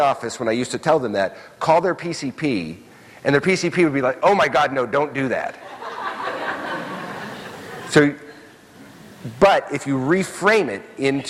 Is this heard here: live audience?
yes